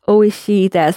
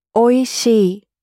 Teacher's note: And with oishii and oishii desu, make sure that you're slightly making the final shi long